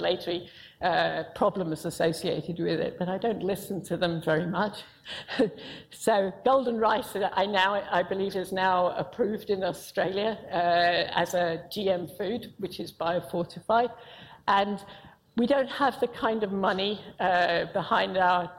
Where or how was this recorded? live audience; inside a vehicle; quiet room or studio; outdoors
live audience